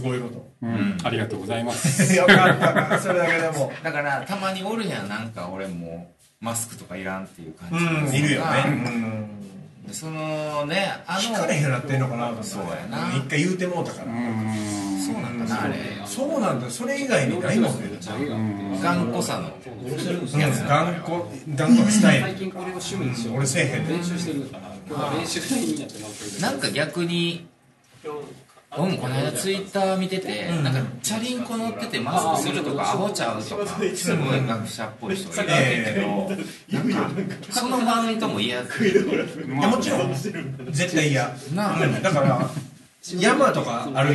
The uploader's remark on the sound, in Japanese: 今回は、宝塚・清荒神にある「awai KIYOSHIKOJIN」にて収録しました。Awai KIYOSHIKOJIN は建築家の奥田達郎さんが手がけた大きなキッチンが特徴のシェアハウス。ここの大きなキッチンをお借りしたのでした。せり鍋を準備中のところ、周りにも大勢の人がいる中での30分、賑やかにしゃべり倒しております。ささやかながら、これも公開収録でしょうか。